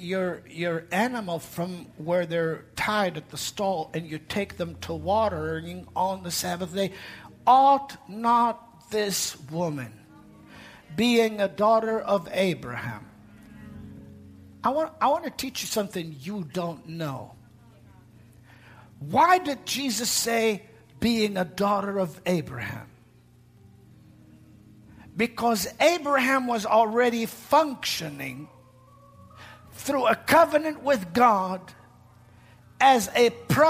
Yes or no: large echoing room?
yes